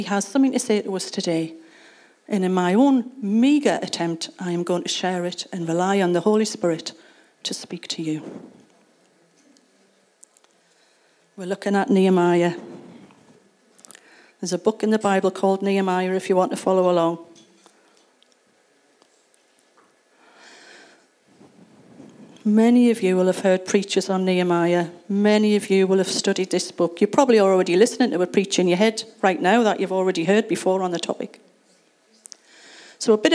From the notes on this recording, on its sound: Recorded at Acorn Community Church on Sunday 29th October 2023.